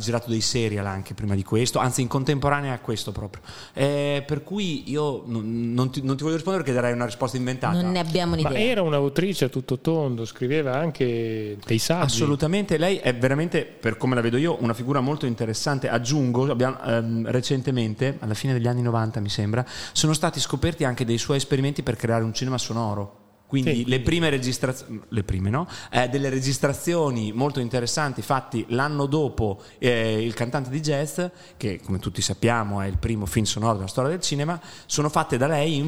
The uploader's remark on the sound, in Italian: In questa puntata registrata durante il "Sedicicorto Forlì International film festival"